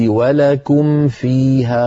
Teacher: خلصت الميم الساكنة من الفاء التي بعدها